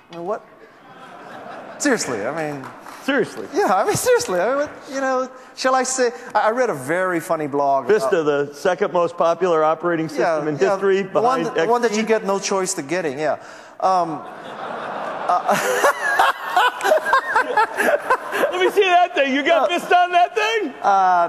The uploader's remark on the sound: Fresh off the press from our MIX08 coverage we bring you a special show highlights from the keynote addresses.